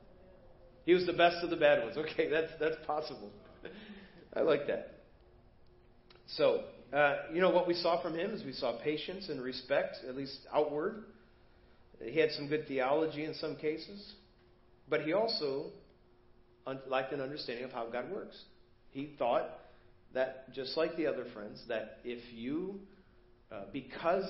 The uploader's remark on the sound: Preached at First Baptist Church of Hazel Park